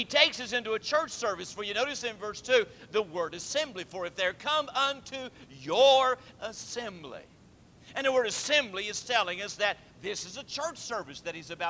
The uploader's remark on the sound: Temple Baptist Church Archive Podcast. During the PM service on December 5, 2001.